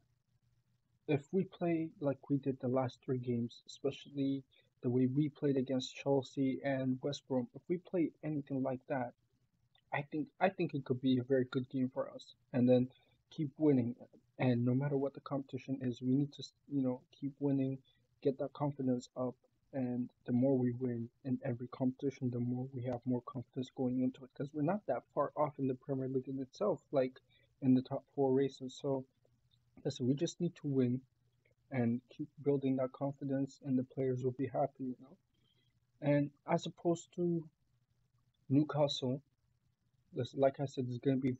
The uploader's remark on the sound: My bad for the weird audio.